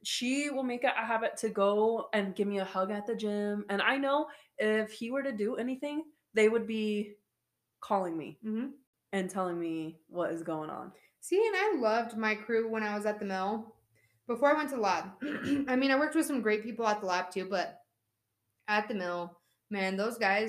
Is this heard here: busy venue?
no